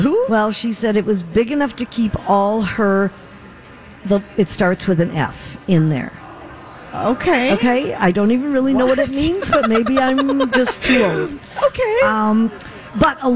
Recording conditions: busy venue